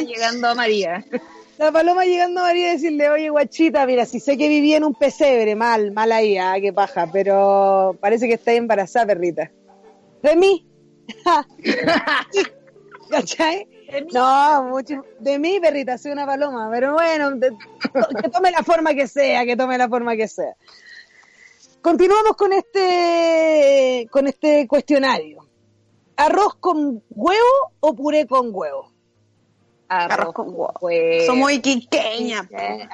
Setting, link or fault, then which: setting, outdoors